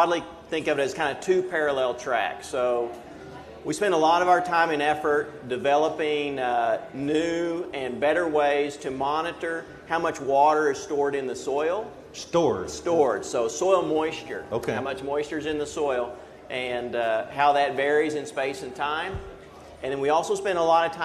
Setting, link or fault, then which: setting, busy venue